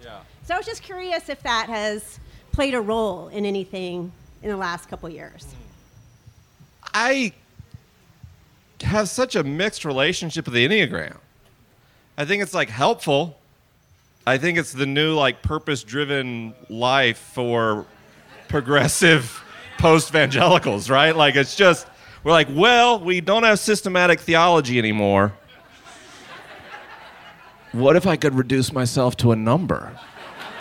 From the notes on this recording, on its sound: This is a live episode recorded at the Wild Goose Festival 2019.